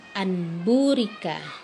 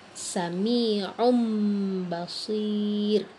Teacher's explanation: Iklab secara bahasa artinya merubah Nah, secara istilah artinya adalah pengucapan nun mati atau tanwin yang bertemu dengan huruf ba yang nantinya berubah menjadi mim · Shown in: second take · atau disertai dengan nuwunnah.